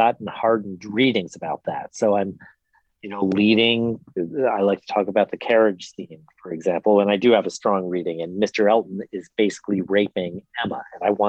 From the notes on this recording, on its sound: We spoke on a recent sunny Saturday, by Zoom. Here’s an edited excerpt from our conversation.